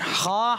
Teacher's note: خا حلق کے اوپر والے حصے سے ادا ہوتا ہے